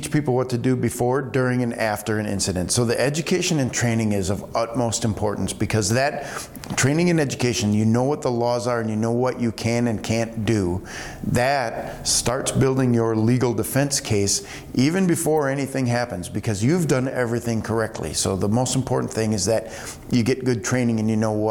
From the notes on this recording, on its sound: Joined us at the AGLOW conference in Bemidji.